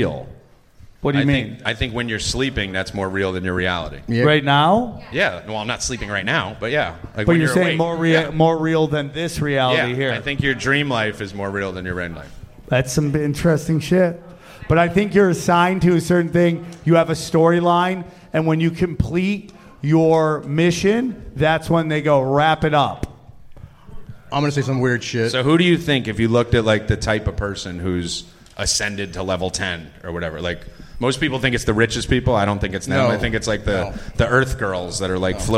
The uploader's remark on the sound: recorded at the Dojo Of Comedy in Morris Plains, New Jersey.